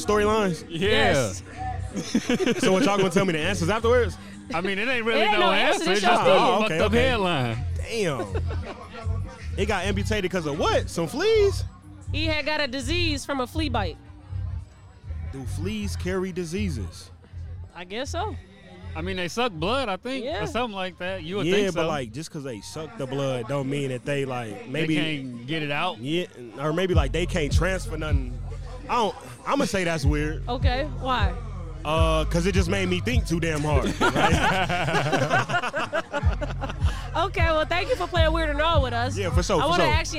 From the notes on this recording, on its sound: We podded outside at a music festival: The 2023 Vibes Music Festival. Vibes Fest is an annual event organized for the city of South Bend, IN to celebrate their local talent.